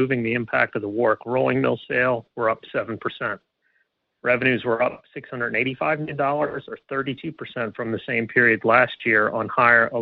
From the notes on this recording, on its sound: Alcoa’s second-quarter conference call